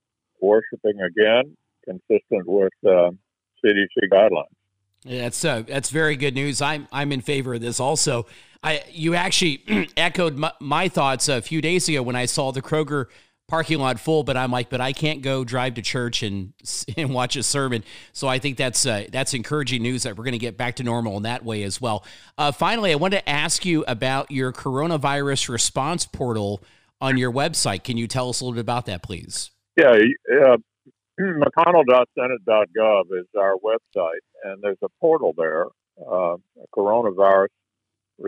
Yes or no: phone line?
yes